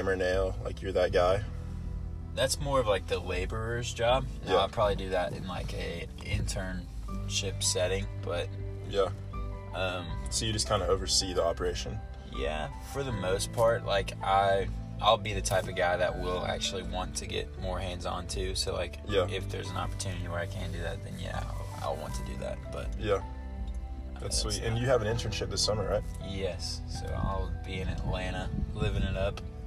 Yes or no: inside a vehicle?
yes